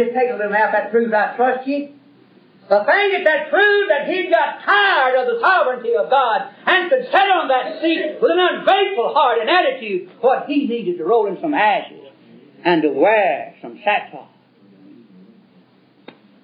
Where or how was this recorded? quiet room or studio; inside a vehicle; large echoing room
large echoing room